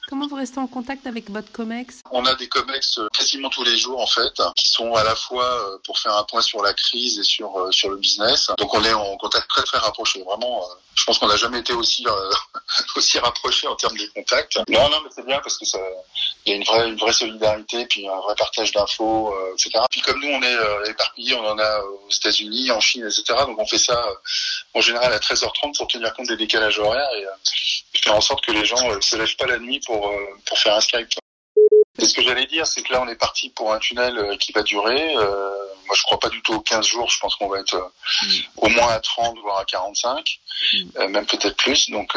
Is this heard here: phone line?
yes